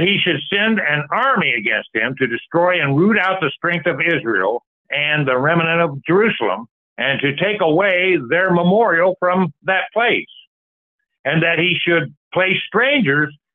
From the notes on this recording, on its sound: Call In Bible Study